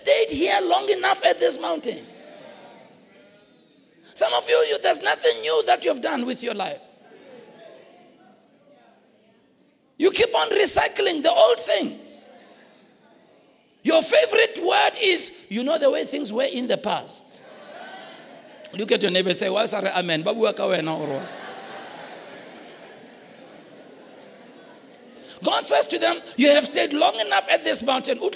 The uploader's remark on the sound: preached at the Launch of Grace Bible Church Marikana on the 22nd of October 2017